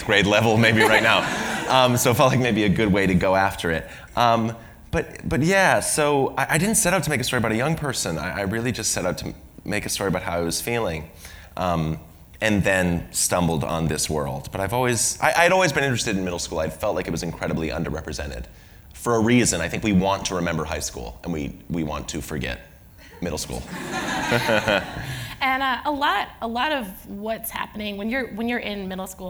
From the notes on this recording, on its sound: recorded on July 22, 2018 in front of a live audience at New York’s 92nd Street Y.